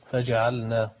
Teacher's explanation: في قوله تعالى فجعلناه، اللام هنا مظهرة